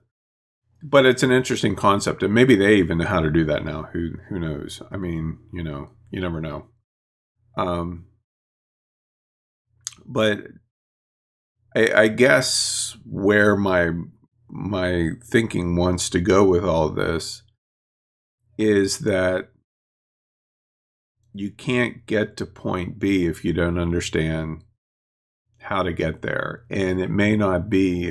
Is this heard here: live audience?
no